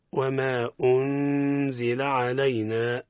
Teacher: وما أنزل حكمها الإخفاء النون نعطاها مع الغنة